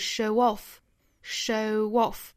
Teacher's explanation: 所以两个元音之间我们需要加一个小小的 w 来连接 · Term: 连读